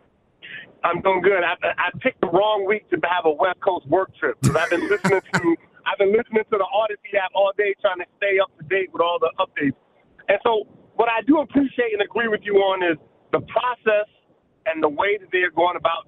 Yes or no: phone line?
yes